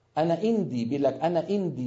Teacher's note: بعض مناطق اليمن وفي شعوب أخرى حرف العين غير موجود، فيستبدلونه بالهمزة